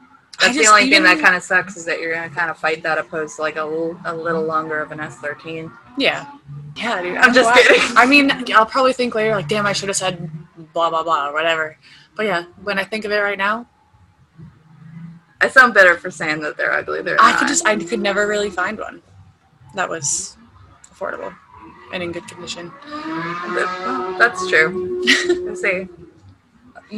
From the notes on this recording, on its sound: Excuse the noise, this was recorded in a trailer at a drift event